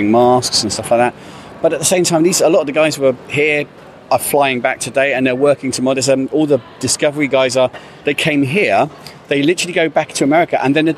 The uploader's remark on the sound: Live from Destination Star Trek London 2021. Billed as Europe’s largest Trek convention.